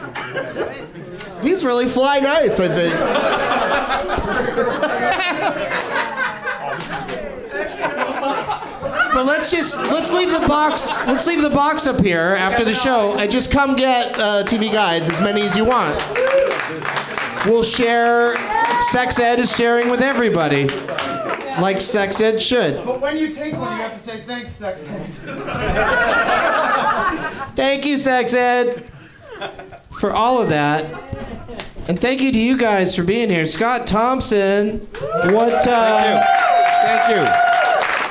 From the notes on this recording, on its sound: Live from the NerdMelt Showroom in LA